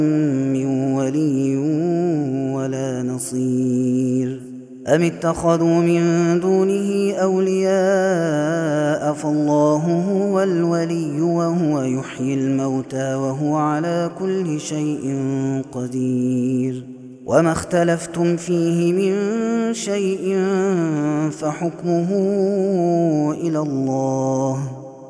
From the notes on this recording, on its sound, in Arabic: هذا التسجيل من صلاة التراويح